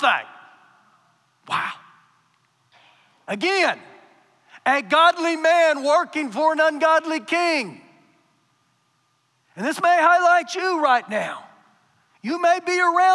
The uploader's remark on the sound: Recorded live during our Sunday morning service